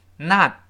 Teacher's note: 这个 t，只做动作，就是把舌尖顶上去，憋住气，但舌尖没有爆破出来。 · Term: 失去爆破